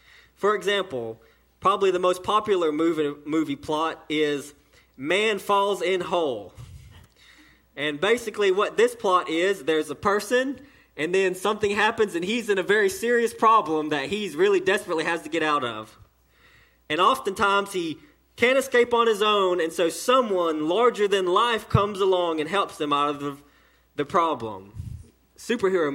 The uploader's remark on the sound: Sermon delivered to Cottondale Baptist Church in Eastman, GA during the 6:00pm service.